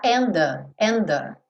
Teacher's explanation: eu não vou quicar, não vou fazer DT aí, eu já vou juntar and the